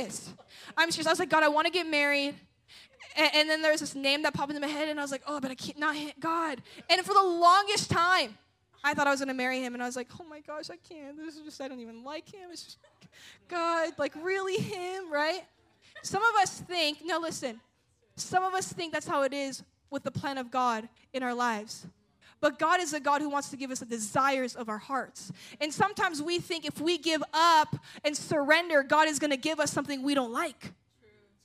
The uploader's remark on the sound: at a Jesus Followers Sunday night service